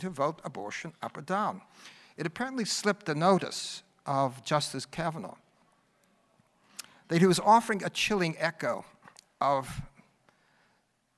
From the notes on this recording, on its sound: NatCon 3 Miami. Address at the Miami National Conservatism Conference.